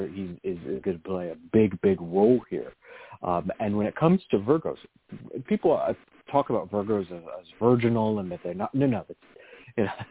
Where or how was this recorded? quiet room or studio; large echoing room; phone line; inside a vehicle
phone line